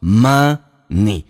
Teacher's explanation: Money 这个单词很多人把前鼻音发成后鼻音发成 money。Money 是错的叫 money。而且 n 前后有元音 n 是发两遍